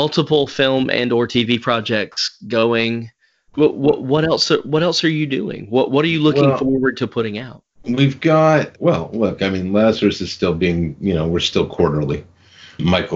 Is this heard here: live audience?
no